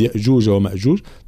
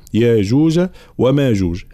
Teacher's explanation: في قوله تعالى: قالوا يا ذا القرنين إن ياجوج وماجوج، الإمام قالون طبعا يقرأها هنا بالمد إبدال الهمزة، لا يقرأها ياجوج، لا، ياجوج، يبدل الهمزة هنا حرف مد · Shown in: second take · وكذلك ماجوج، فالانتباه، الإمام حفص طبعا يقرأها بالهمز ياجوج وماجوج، نحن نقرأها بالمد هنا ياجوج وماجوج هكذا.